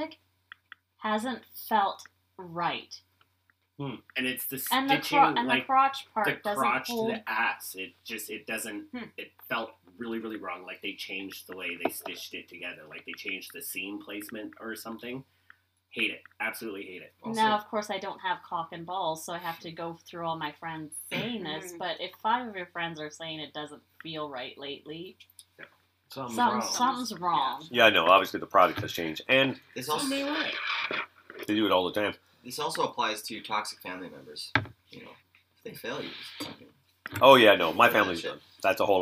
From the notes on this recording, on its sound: We were experiencing some technical difficulties, but we hope to have them all dealt with by the next episode.